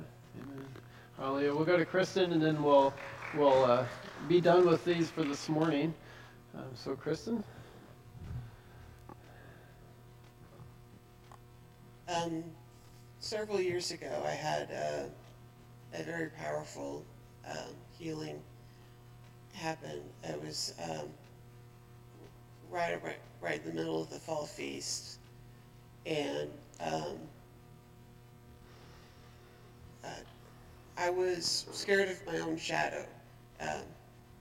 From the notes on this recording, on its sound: Joined in-progress due to technical difficulties.